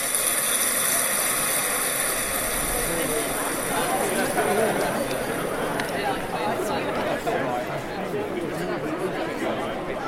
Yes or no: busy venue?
yes